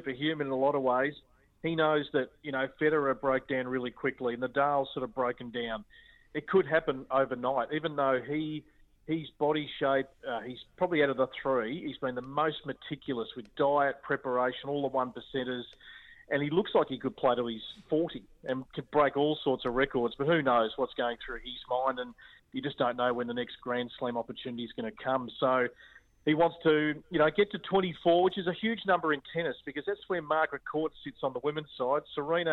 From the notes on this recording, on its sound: On the line live while the Men's US Open Final was happening.